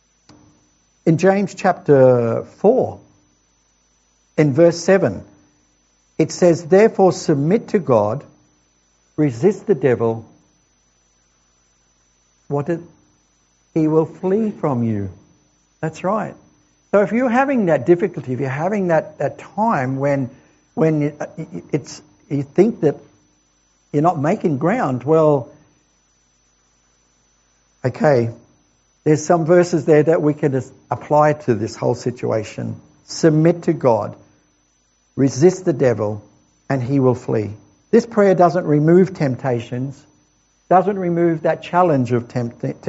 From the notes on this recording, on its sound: This sermon was preached at The Rock Christian Church